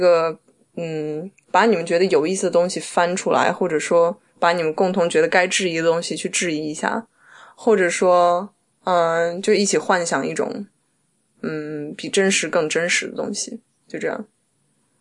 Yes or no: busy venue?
no